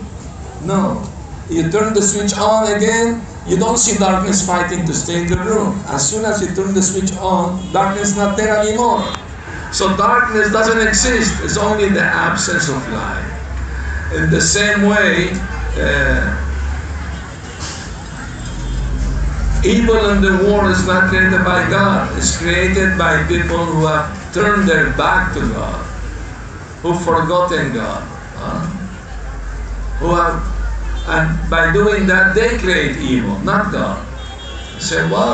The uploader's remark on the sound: Lecture tonight in the Ratha Yatra festival in Georgetown Guyana